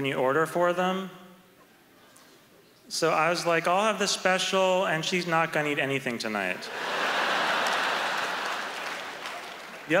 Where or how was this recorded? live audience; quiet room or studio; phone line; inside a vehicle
live audience